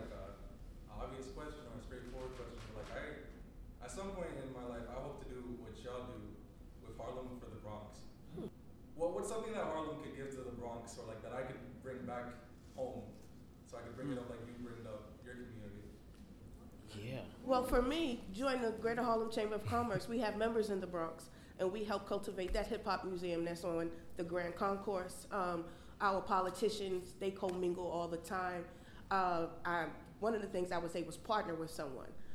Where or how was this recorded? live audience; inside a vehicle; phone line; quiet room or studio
live audience